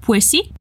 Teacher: Os dois S se juntam num único som.